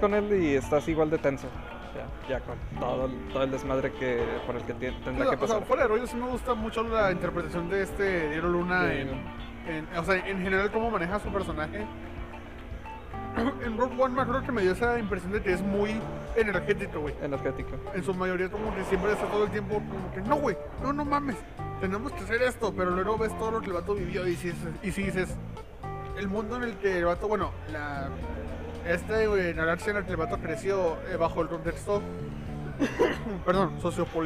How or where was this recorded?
busy venue